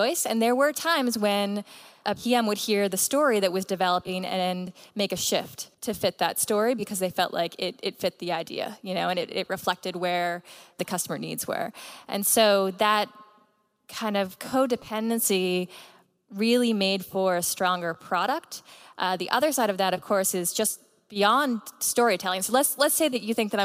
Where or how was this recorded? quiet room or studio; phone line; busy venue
busy venue